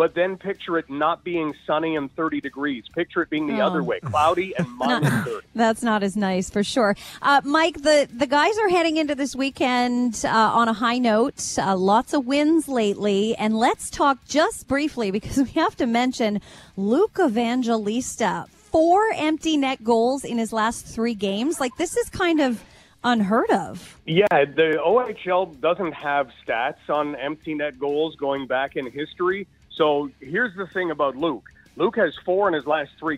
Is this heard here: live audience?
no